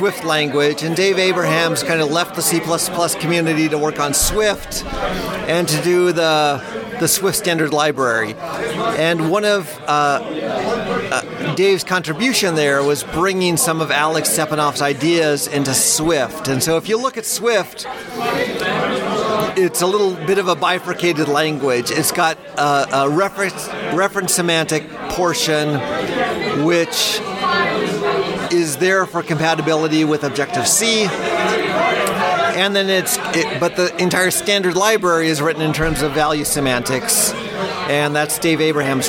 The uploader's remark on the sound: live from C++ On Sea 2023